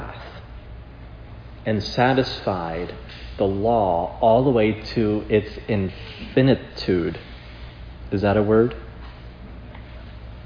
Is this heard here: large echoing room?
yes